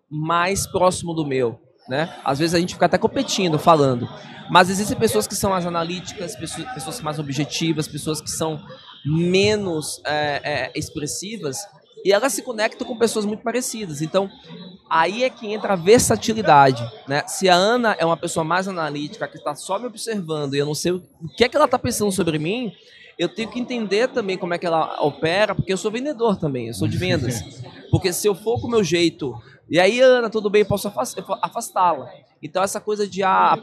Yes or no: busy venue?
yes